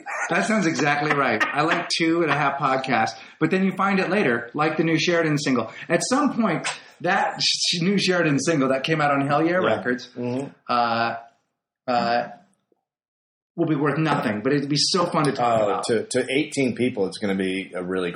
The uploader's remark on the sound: WARNING: WE BLEW IT WITH SOUND UNTIL AROUND THE 10TH EPISODE.